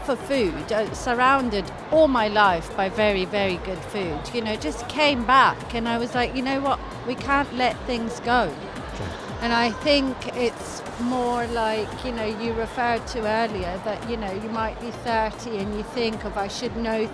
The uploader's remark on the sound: Live at SIBF 2023